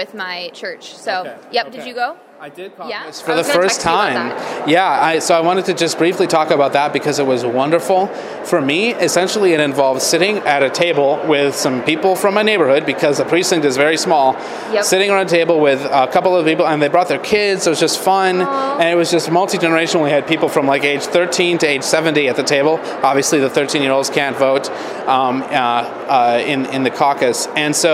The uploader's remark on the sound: broadcast live from the Minnesota State Capitol!